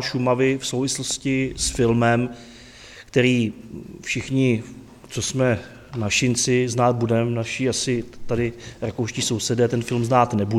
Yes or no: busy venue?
yes